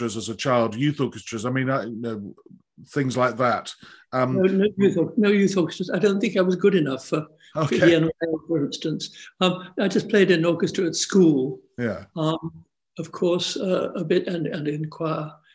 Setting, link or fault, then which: link, video call